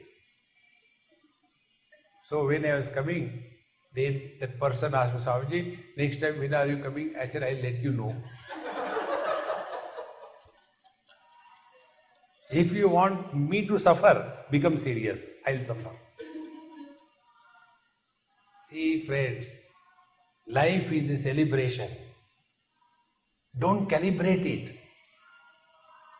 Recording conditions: live audience